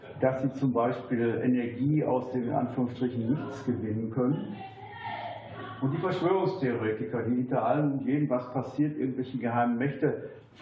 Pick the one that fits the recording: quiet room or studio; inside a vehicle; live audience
live audience